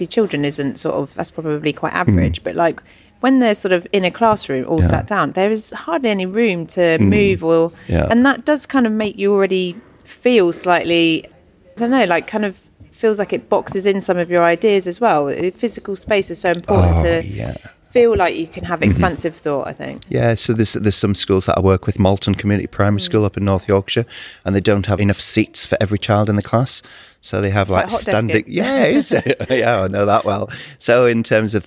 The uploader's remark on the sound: In this week’s episode, we speak to Global innovators from around the world, as recorded at HundrED Summit in Helsinki.